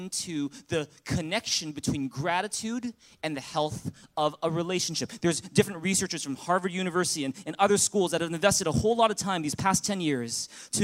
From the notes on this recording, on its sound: Recorded on October 8, 2017 at Thrive ChurchVancouver, Canada